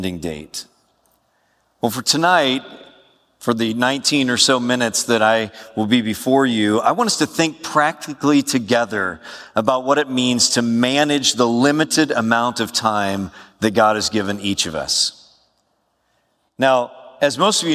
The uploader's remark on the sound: A lecture titled "Taking Care of Your Time," given at SBTS's All Student Summit in September 2016. Southern Baptist Theological Seminary All Student Summit.